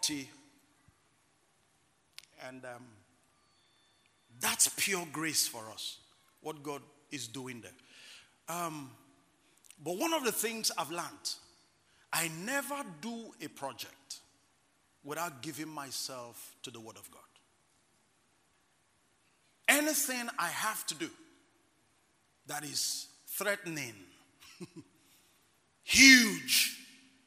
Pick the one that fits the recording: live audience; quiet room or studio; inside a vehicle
live audience